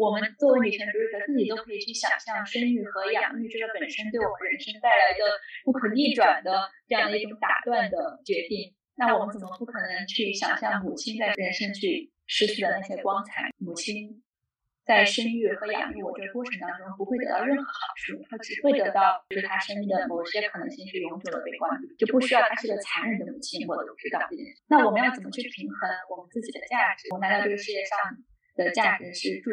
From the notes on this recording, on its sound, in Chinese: 由于录制原因，此次音频质量不佳，下次会做得更好，请见谅。